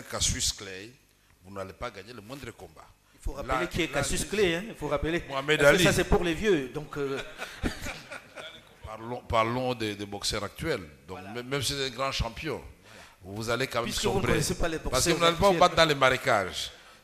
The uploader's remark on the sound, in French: Ce magazine a été enregistré à Abidjan lors de la 9ème édition du Forum Makutano